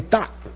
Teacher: It's a T unaspirated.